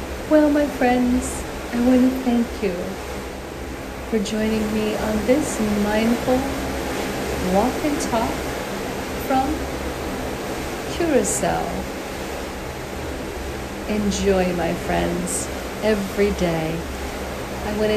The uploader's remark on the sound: On Location Walk and Talk. Willemstad, Curaçao.